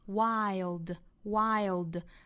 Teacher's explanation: 双元音爱的这个第一个元音要到啊上下开口度更大一些